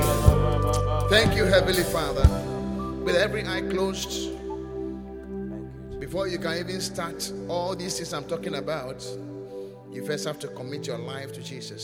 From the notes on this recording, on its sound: Preached at the Qodesh